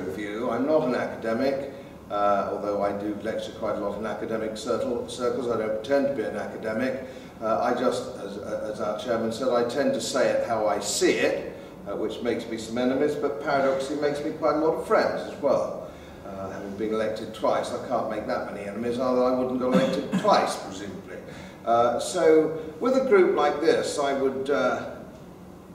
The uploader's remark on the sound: Talk given at the Traditional Britain Conference 2014